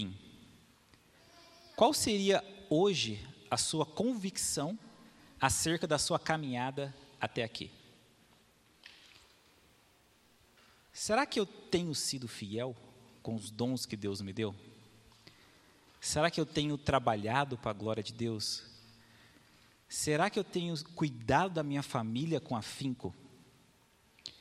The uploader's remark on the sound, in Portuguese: Mensagem gravada na Igreja Batista Jardim Minesota